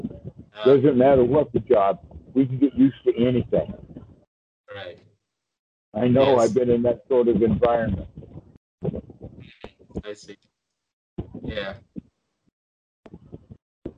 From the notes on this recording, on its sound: skype calls on this channel